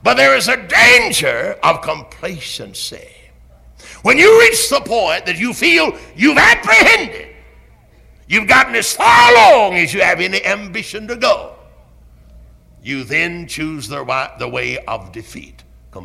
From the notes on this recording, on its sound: Originally preached at Tabernacle Baptist Church in Greenville, SC on November 11, 1973